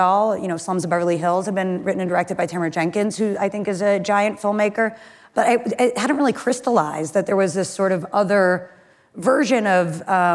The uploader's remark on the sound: Live at Code 2019